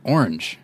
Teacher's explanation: St. Louis accent makes me want to say orange as one syllable.